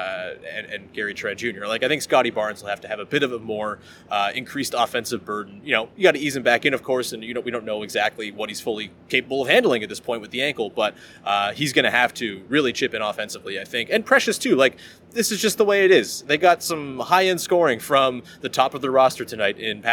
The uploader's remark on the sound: Goes solo LIVE from Scotiabank Arena.